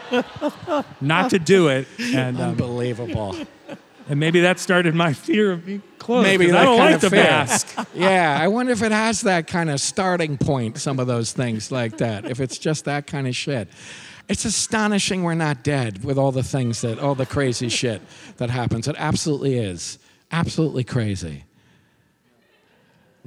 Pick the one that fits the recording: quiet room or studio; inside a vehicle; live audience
live audience